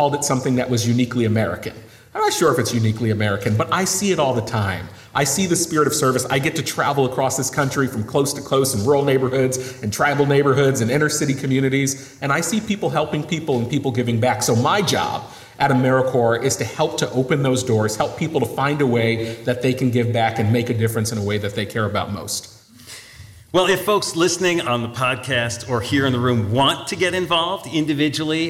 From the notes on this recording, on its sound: Live at the Social Innovation Summit. Speaking live at the 2022 Social Innovation Summit in Washington, D.C.